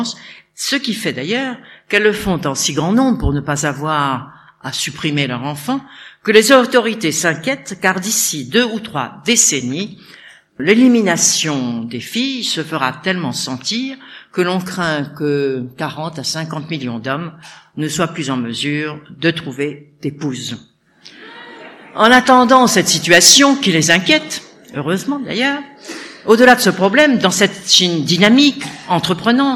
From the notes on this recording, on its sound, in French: Conférence de clôture de l'édition 2004 des Rendez-vous de l'Histoire